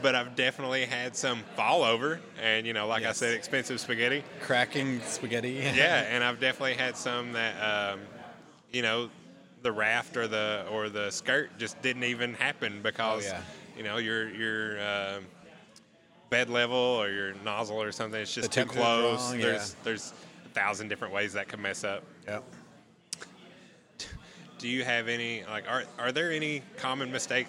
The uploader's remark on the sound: We sat down for a pint